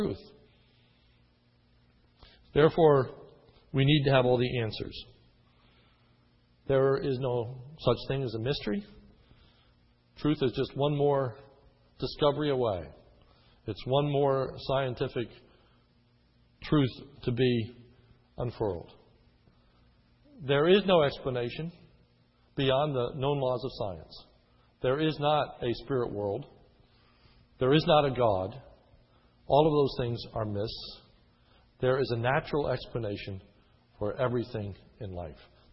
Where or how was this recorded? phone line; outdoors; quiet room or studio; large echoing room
large echoing room